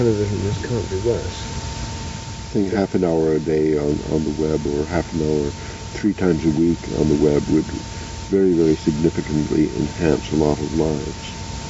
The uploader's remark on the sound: Recorded in Hawaii sometime in 1994, this was a private trialogue (conversation) between the three of them in the garden. They had the foresight to turn on a tape recorder that day.